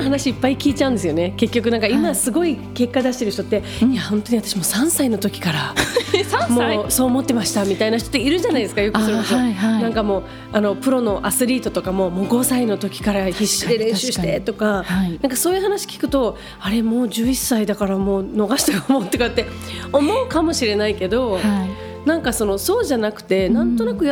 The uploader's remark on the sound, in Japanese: J-WAVE SPECIAL ITOCHU DEAR LIFE, DEAR FUTURE～ACT FOR 2030〜 公開収録の模様をお届け。